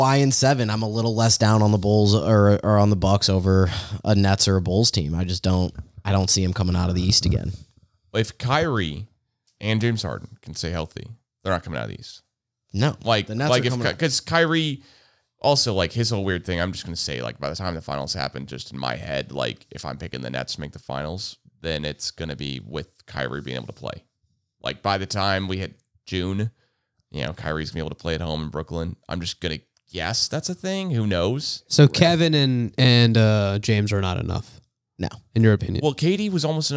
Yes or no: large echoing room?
no